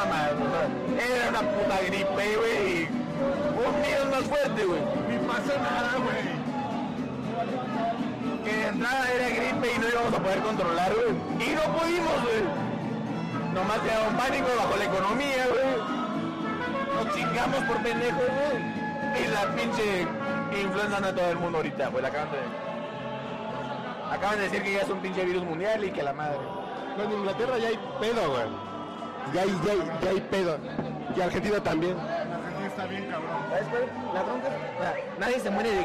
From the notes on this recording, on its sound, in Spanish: Desde el Tenampa. Desde el corazón de Garibaldi grabamos este podcast.